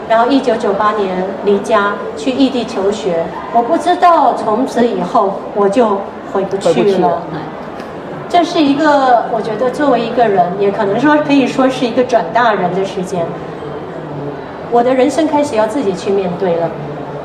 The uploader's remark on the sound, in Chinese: 在2023台北國際書展座談會上。在佛光山攤位舞台上。